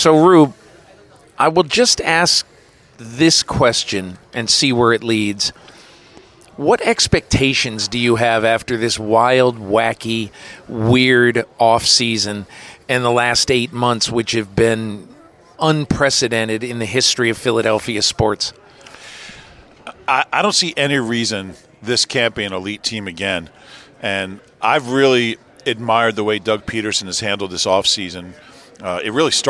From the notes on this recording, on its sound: Live from Opening Night. A live game podcast--from the parking lot, the field, the press box and the locker rooms.